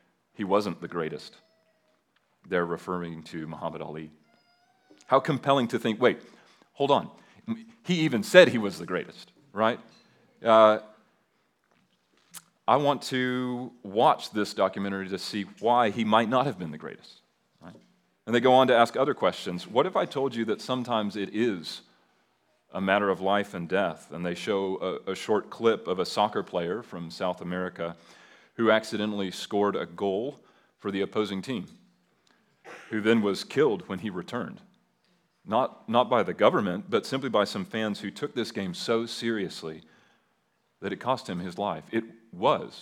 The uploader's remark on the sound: At Liberty Baptist Church in Liberty, Missouri.